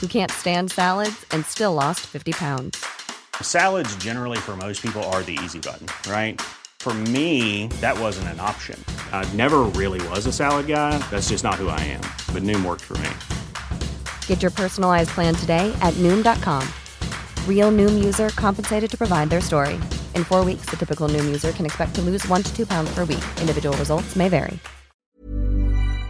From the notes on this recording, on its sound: We’re live from the pub again today, sinking a couple of coldies.